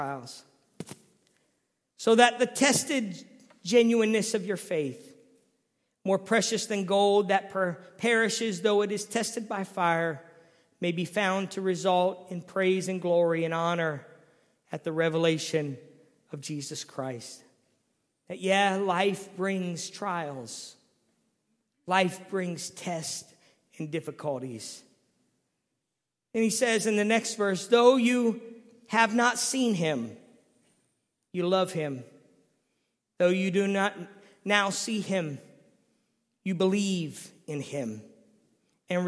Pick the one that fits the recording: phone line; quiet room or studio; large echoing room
large echoing room